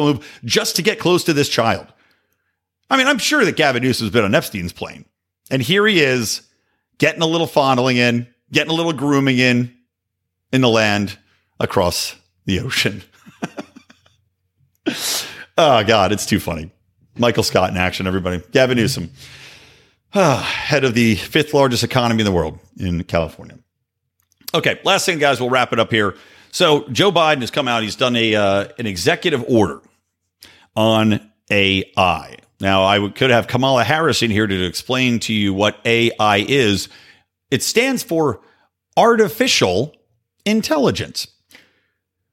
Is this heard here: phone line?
no